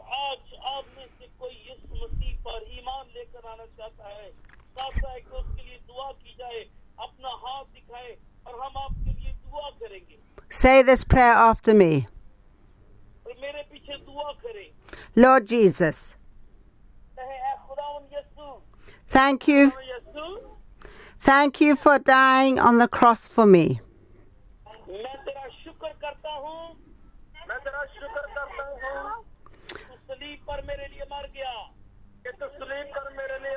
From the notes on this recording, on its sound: speaking via phone to group in Pakistan